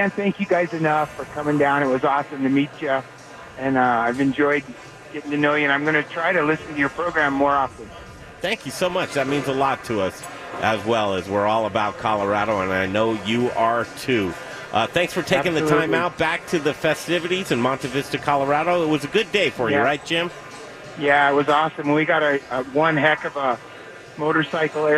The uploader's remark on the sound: Live from Colorado Mountain Brewery in Colorado Springs!